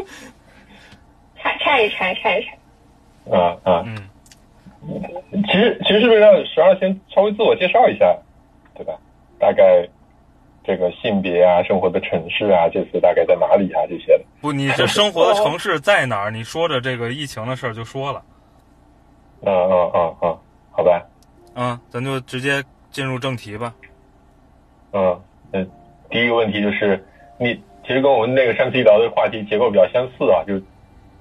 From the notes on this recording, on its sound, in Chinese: 这期节目代表了居家隔离十几天之后，一个相聚的时刻。夜里用微信群聊云录音。一个共创真人秀录出了电话会议的感觉。